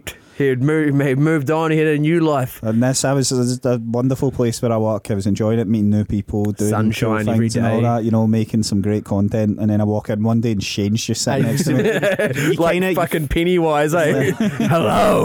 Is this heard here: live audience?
no